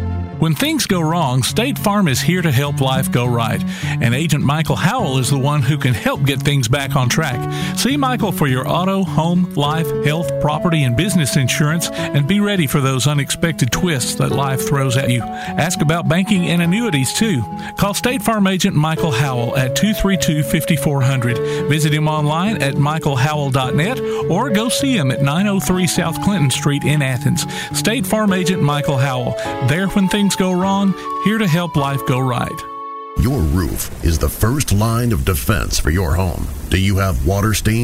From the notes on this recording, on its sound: Live at the Sportsplex Car Show